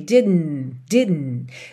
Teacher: a gente acaba segurando no N